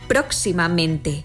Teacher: en próximamente, donde se pronuncian con más fuerza las sílabas pro y men